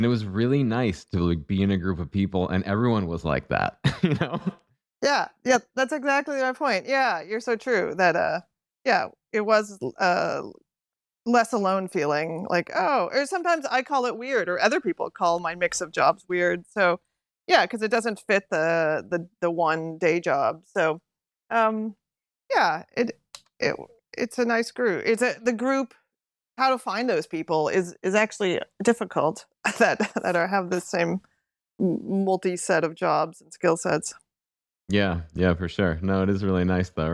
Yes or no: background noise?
no